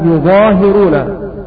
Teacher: عاصم يقرأ بتخفيف الظاء والهاء